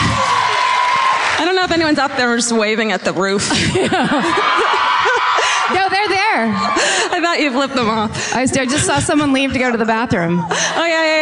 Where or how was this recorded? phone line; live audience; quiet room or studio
live audience